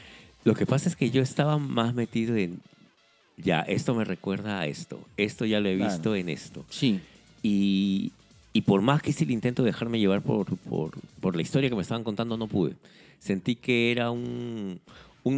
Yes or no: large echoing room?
no